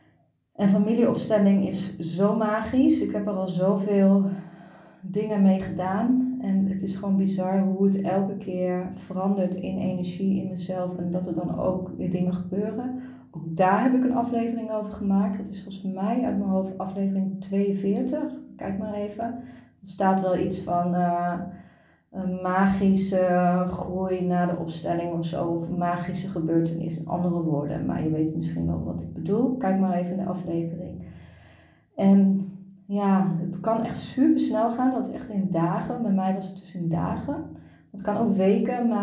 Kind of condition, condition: setting, large echoing room